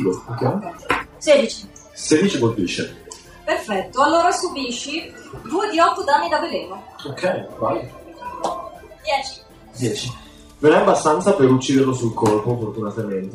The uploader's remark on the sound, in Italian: Live Parte Due. In live dal Play di Modena, la qualità non è il massimo ma il divertimento è assicurato.